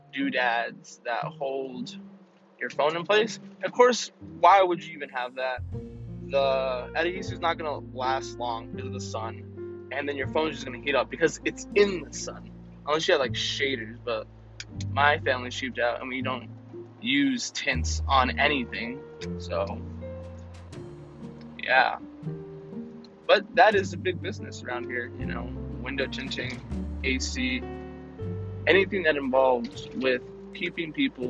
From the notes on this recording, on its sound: I test the audio potential of doing this podcast in my car.